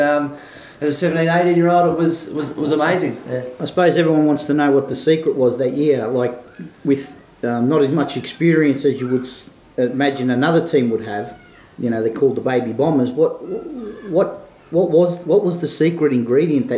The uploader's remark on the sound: Apologies for the audio, it was recorded on location in the committee room at the Robinvale Euston Football Netball Club. It's not the quality we'd like of course.